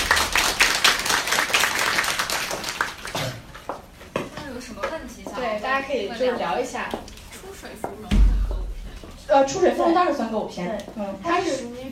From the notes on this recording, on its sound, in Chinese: 本期节目为《电影聊养院》线下讲座